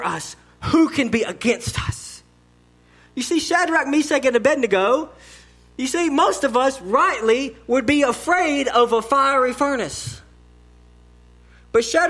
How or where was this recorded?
large echoing room